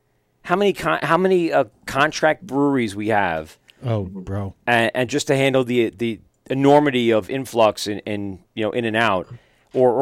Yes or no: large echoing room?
no